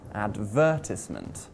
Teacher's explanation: The word advertisement has four syllables, and we place the stress on syllable number two.